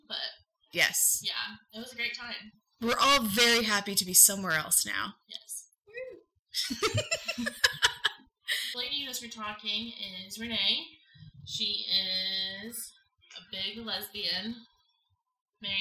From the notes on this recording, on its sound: Please excuse our audio quality, future episodes are going to sound SO MUCH BETTER!